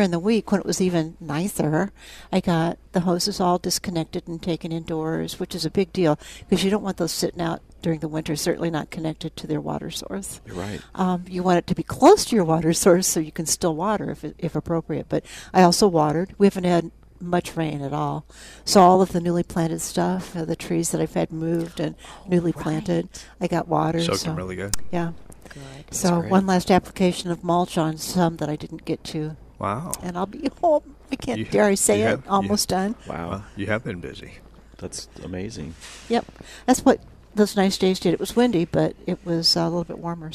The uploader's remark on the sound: Live at Prairie Gardens